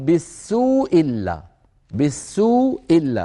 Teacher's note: أبو عمرو يحذفها بالمرة، فبدلا من أن يقول بالسوء إلا يقول بالسوء إلا، بالسوء إلا، يعني ما يبقى إلا همزة إلا، وهمزة بالسوء تسقط